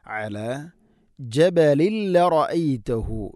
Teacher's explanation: അലാ ഐൻ തൊണ്ടയുടെ മധ്യഭാഗമാണ്, അതിൻ്റെ മഖ്റജ്